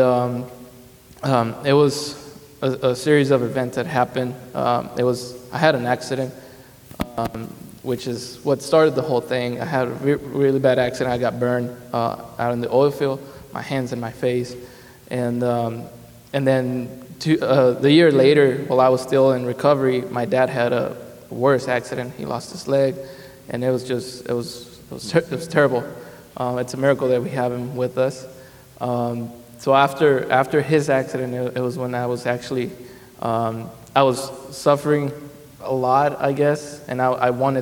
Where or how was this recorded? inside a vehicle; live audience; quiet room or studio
live audience